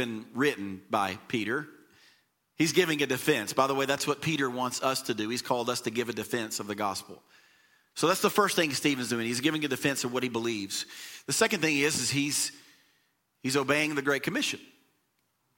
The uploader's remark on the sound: Recorded from the LifePoint Church Stewarts Creek Campus in Smyrna, TN.